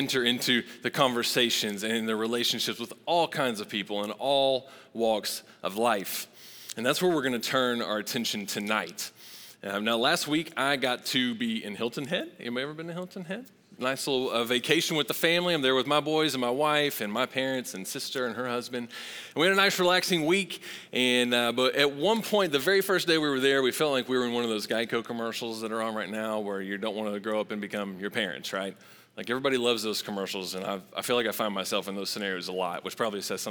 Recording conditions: large echoing room